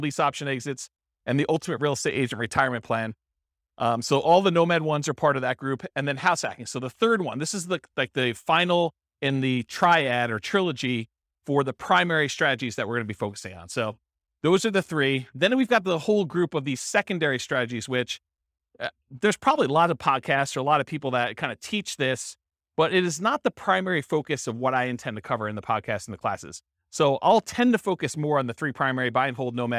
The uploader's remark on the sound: This was a live class recorded